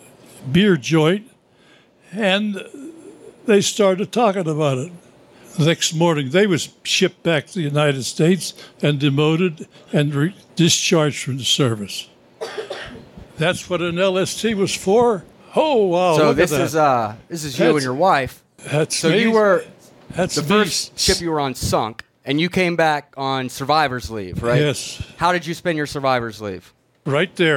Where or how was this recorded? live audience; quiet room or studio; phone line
live audience